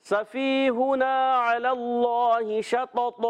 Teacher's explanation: دو زبر کی تنوین کو الف سے بدل دیں گے · Term: وقف بالابدال